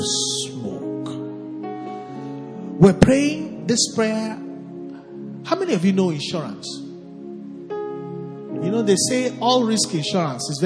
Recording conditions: large echoing room